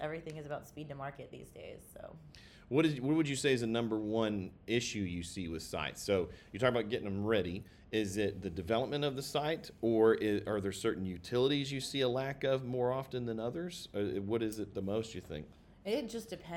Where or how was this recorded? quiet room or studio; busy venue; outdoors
busy venue